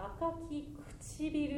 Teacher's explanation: 赤きよりも唇の方がちょっとテンション上げたところで言ってほしいんですね · Term: イントネーション